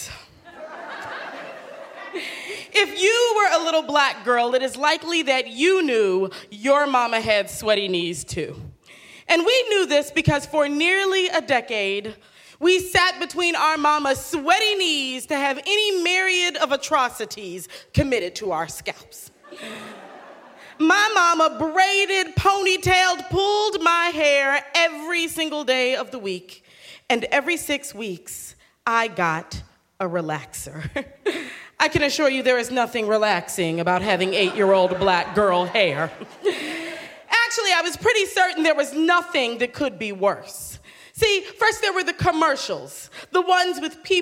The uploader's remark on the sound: at Snap LIVE in DC